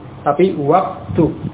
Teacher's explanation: Adapun waqtu hamzah wasal pada uktub itu tidak diucapkan